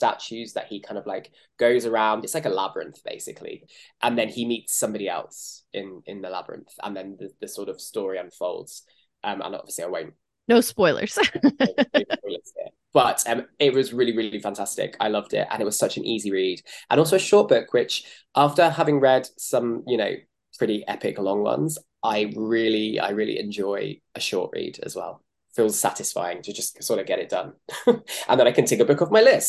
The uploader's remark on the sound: sit down (via zoom) and chat